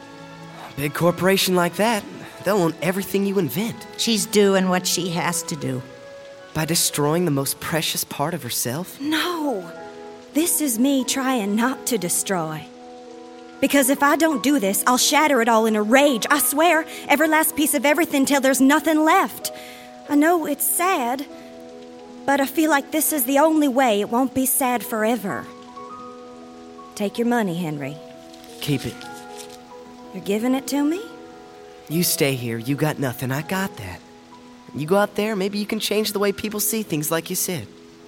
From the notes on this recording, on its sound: Recorded before a live audience at the Skirball Cultural Center, Los Angeles.